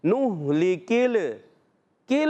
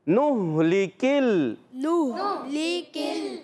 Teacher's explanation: लाम कलकला वाला हर्फ तो नहीं है ना, तो कलकला नहीं करेंगे · Shown in: second take